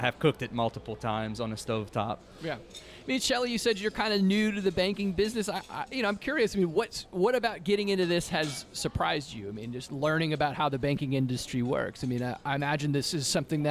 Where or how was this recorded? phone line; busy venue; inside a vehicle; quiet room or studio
busy venue